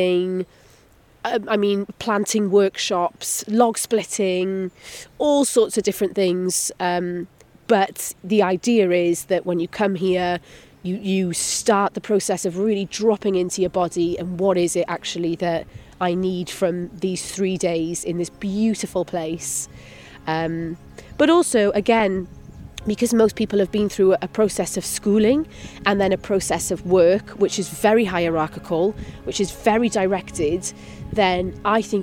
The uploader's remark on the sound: We walk and talk in the countryside. For our first wander we're in a wooded Welsh valley.